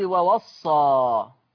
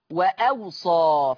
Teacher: ووصى تقرأ بالهمزة وسط الواو الأولى والواو الثانية فتصير وأوصى